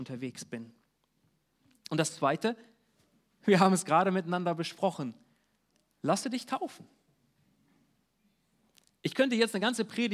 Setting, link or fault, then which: setting, large echoing room